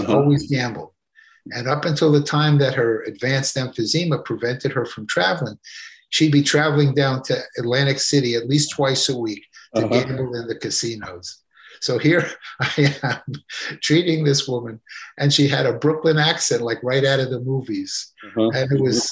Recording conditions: video call